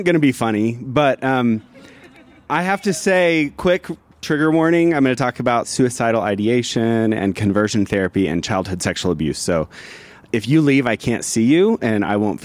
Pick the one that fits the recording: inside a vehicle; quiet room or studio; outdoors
outdoors